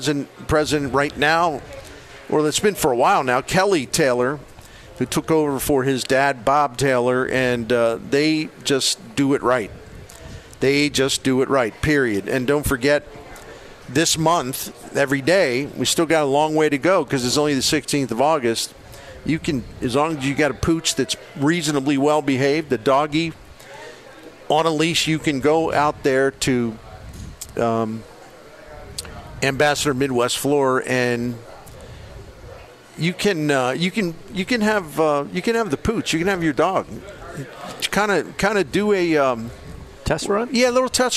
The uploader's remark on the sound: broadcasts live from Friendly's Sports Bar and Grill at 3971 Bayless Ave.